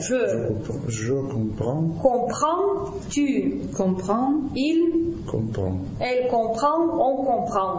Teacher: в единственном числе там будут сплошные носовые